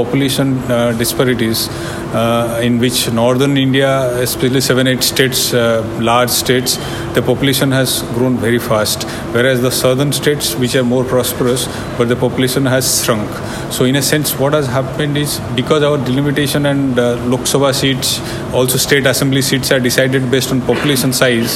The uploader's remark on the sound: Today's podcast was recorded at the roundtable on Boundary Delimitation and Malapportionment in Asia and the Pacific held in Kuala Lumpur, Malaysia on October 28-29, 2023. While there I recorded interviews with six of the other participants.